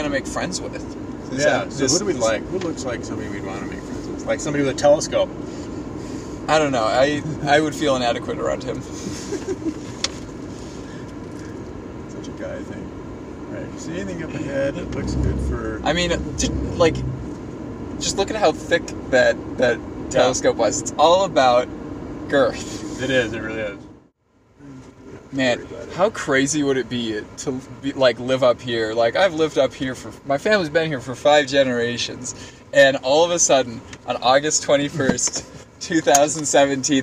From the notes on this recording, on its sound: Brought a microphone with him during his trip to see the eclipse. We get to hear coverage from the event itself! This episode was originally broadcast in August 2017 on Nexus Special.